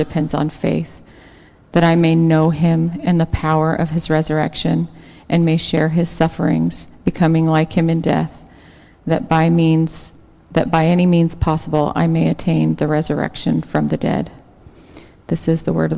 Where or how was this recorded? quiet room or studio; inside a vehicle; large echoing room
large echoing room